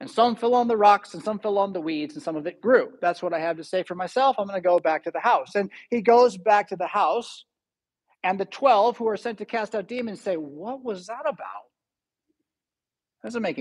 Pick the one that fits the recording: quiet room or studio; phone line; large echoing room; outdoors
large echoing room